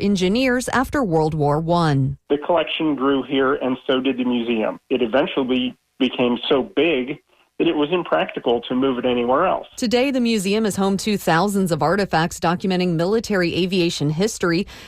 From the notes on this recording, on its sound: unique magazine format call-in show